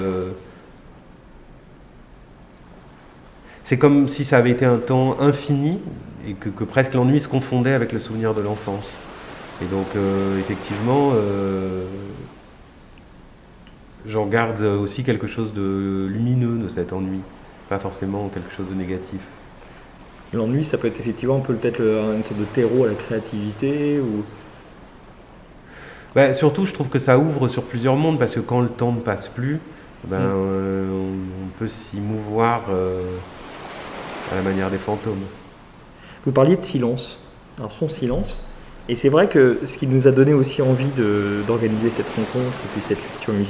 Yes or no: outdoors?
yes